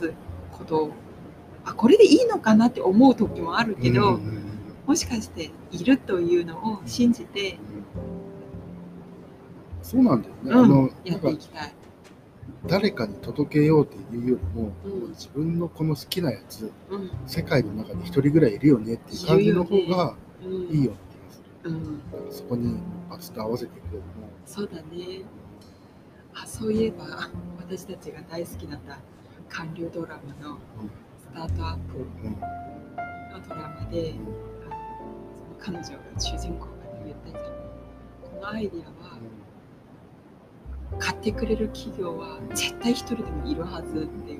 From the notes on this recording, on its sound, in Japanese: 前回に引き続き今回の放送も、マイクの調子がすこぶる悪く大変お聞き苦しいかと思います。音量にお気をつけください。